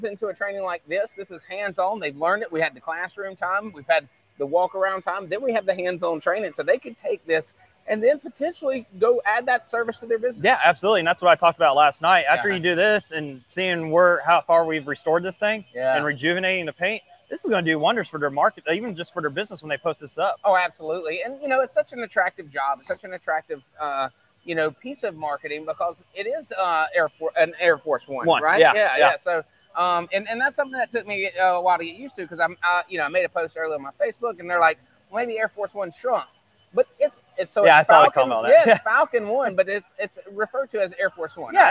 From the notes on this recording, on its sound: Play by Play is coming to you live from Day 1 of the Falcon One Project